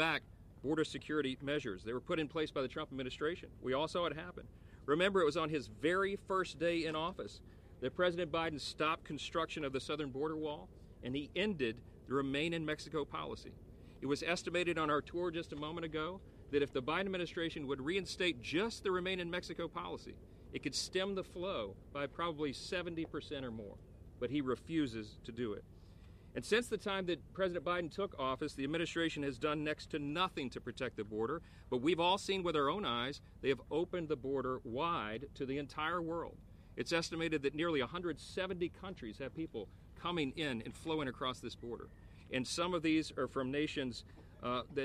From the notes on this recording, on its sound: House Republicans hold a press conference in Eagle Pass, Texas on the border crisis.